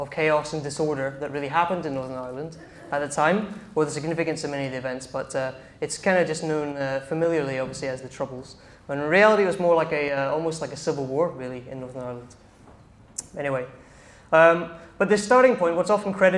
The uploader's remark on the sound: In this talk from Revolution Festival 2019